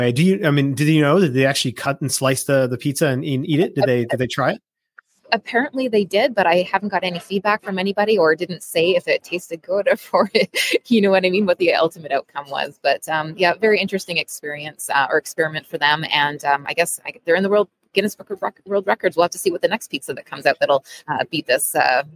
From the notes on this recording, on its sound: We're broadcasting live from CES Connection